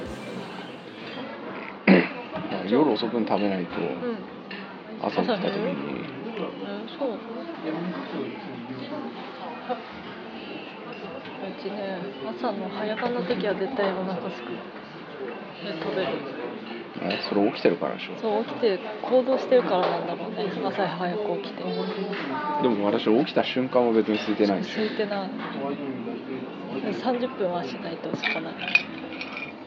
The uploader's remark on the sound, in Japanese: 温泉施設のレストランでの録音です。